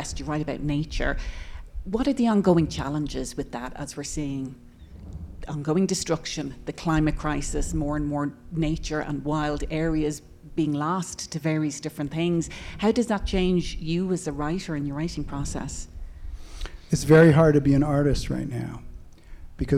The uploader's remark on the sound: This episode was recorded in front of a live audience at the Boulder Bookstore.